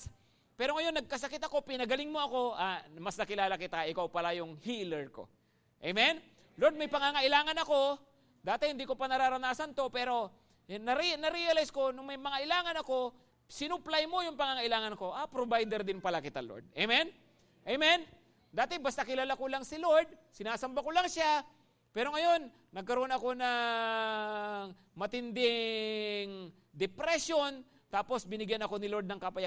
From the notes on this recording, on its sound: at Grace Testament Church's 5:00pm service